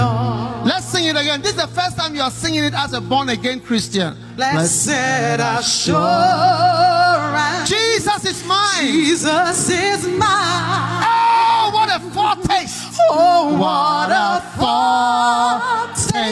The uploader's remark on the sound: Preached at the Action Conference 2023, Zimbabwe.